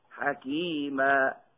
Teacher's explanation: التنوين بالفتحتين يبدل ألفا عند الوقف ويمد بمقدار 2 حركات فقط، فمثل حكيما يوقف عليه هكذا حكيما. أما في الخفض والرفع